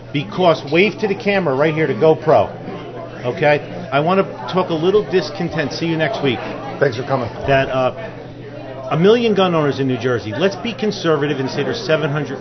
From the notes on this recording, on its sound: live from SafeCon